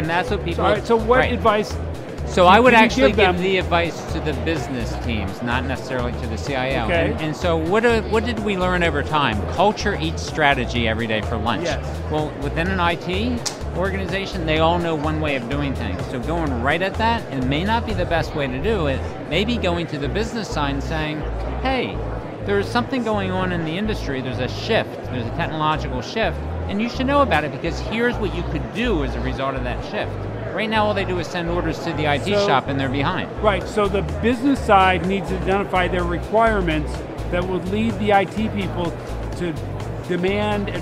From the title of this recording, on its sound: LIVE from #HIMSS16